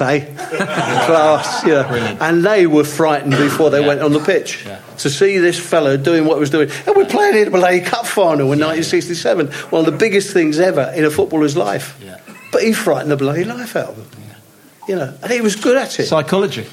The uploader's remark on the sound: Live from The Albany on Great Portland Street